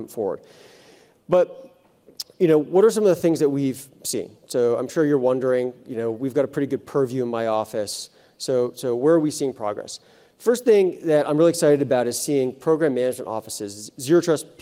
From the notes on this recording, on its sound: In the closing keynote from the Zero Trust Summit